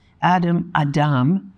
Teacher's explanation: Sana's English was fluent, close to fluent, but since she pronounced Adam Adam, with the accent on the second syllable